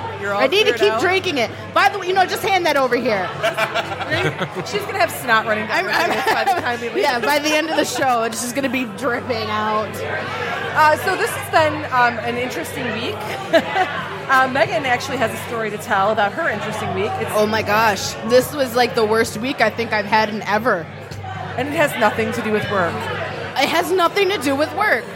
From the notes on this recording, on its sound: Live from Falling Down Beer Company